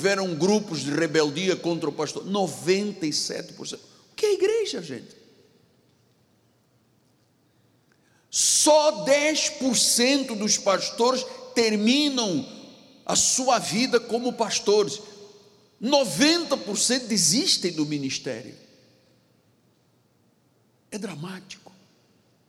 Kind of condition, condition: setting, large echoing room